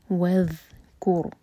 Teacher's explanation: آئی 51 یہ ذال اس کو ز کا ساؤنڈ نہیں دینا وذکر را ساکن ہیوی ہوگا کیونکہ اس سے پہلے ہے ضمہ